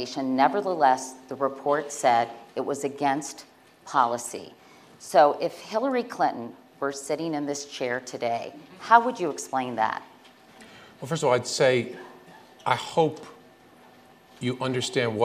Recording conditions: live audience